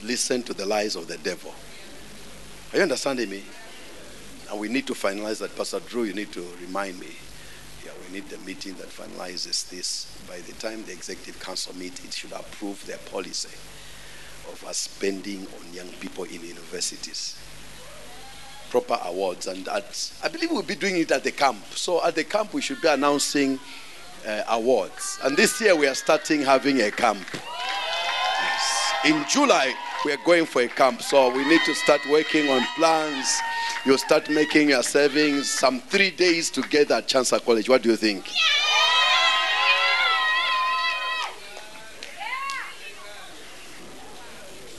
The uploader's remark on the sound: Preached at the Great Escape Sunday at Ignite The Gathering